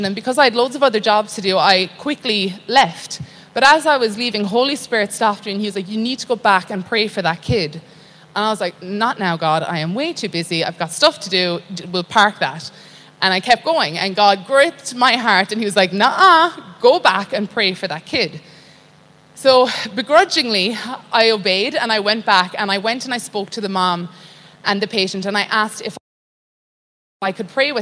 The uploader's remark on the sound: Recorded live from Christian Revival Church Australia.